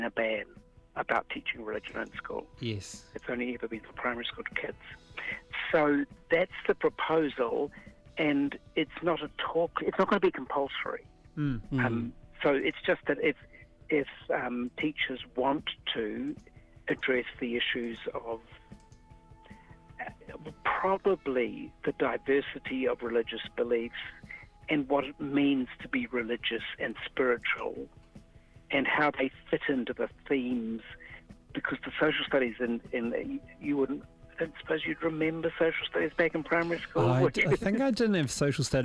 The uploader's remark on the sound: chimes in over the telephone